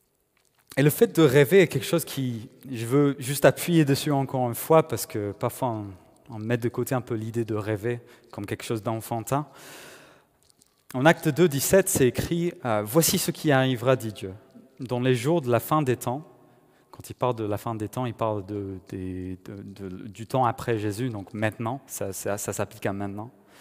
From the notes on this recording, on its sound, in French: Enregistré à l'église CVV, le 31/01/2021